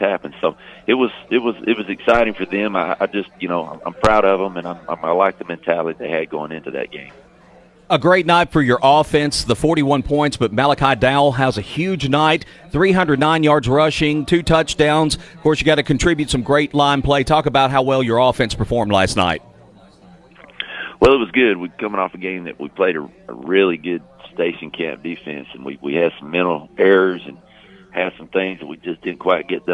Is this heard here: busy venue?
yes